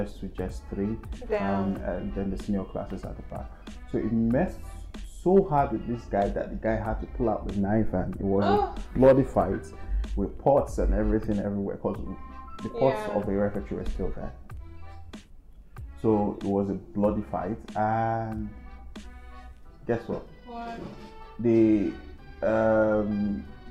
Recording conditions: poor sound quality